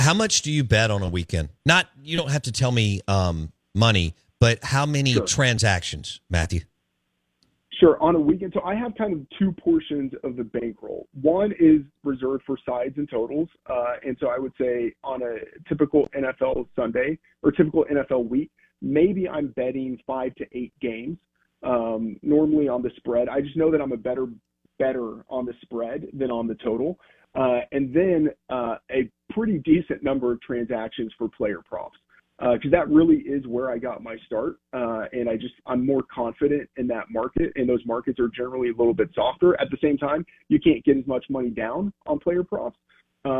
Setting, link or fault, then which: link, phone line